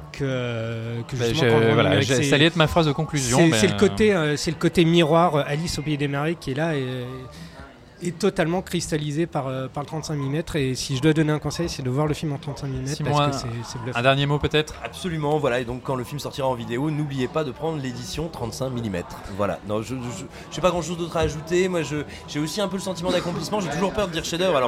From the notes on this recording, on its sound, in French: Enregistré au Hurling pub (8 Rue Descartes, 75005 Paris), le vendredi 23 août 2019.